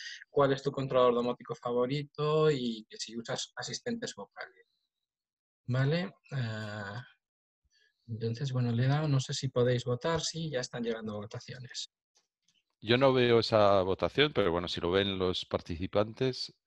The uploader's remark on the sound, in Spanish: Audio del webinar. Audio del webinar sobre el controlador domótico eedomus.